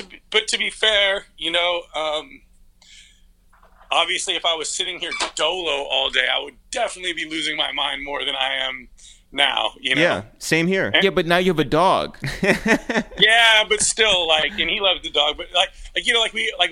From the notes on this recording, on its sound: we make calls from our Upper West Side apartment